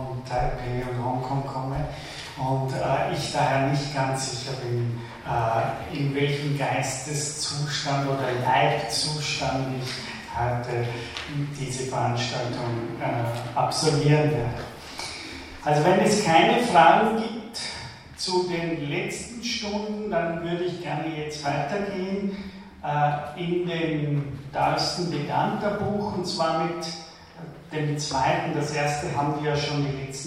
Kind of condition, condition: setting, large echoing room